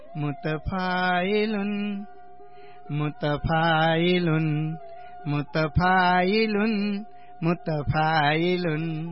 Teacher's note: मुत दुईटा रस्व रस्व भयो, फा दीर्घ भयो, लुन दीर्घ भयो